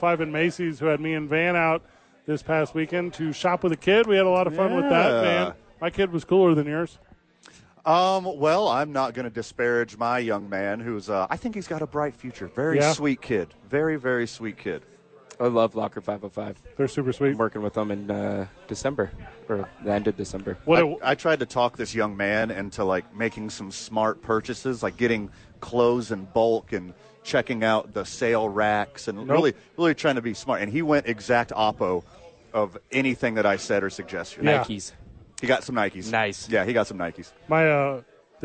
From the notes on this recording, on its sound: live at Howies!